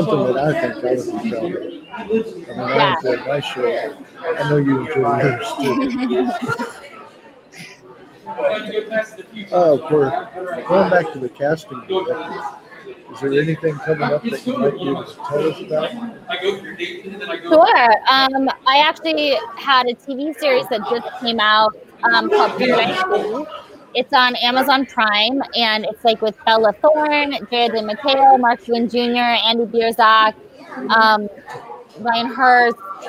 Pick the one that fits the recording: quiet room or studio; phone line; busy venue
busy venue